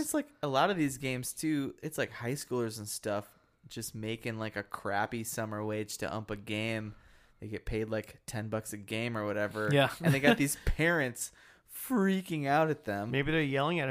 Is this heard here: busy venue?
no